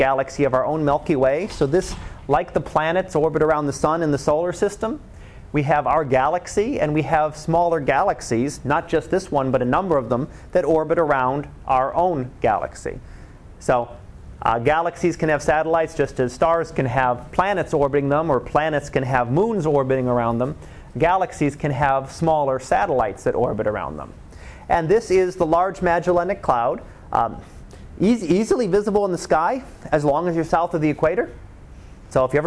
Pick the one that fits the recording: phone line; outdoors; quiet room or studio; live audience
live audience